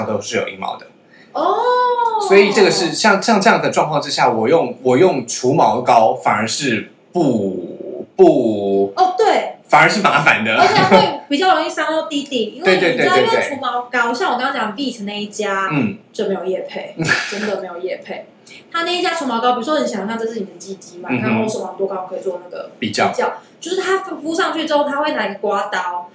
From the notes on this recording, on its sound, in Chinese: 本集音源檔失蹤，故音質有點差